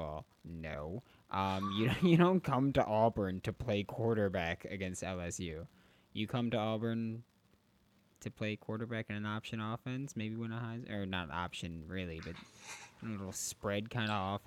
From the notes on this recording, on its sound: Ft. Audio Issues. We also had some audio issues here, apologies.